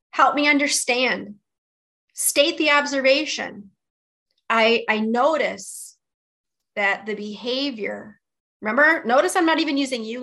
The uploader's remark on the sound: Audio is from our webinar.